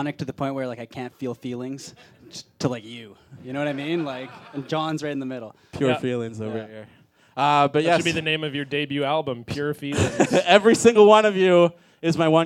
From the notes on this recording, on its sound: Recorded live at Little Mountain Gallery in Vancouver, BC. Go live in front of an audience.